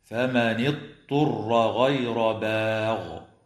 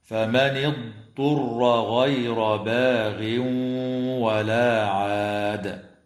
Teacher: خطأ فيقول فمن اضطر غير باغ، وهذا خطأ. والصواب كما قلنا القراءة بضاد ساكنة ليست مقلقلة وبعدها طاء مضمومة مخففة · Shown in: second take